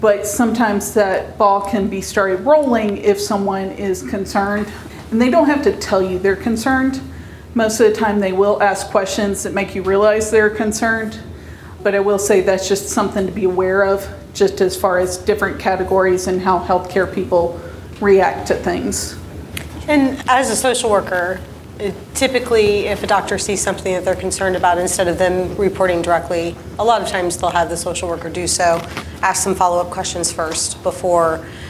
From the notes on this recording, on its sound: This is the 7th year we recorded this event at Frolicon